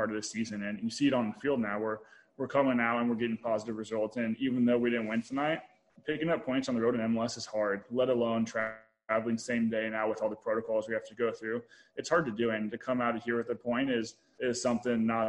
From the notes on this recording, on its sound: LA Galaxy Press Conference after the Galaxy draw against San Jose Earthquakes.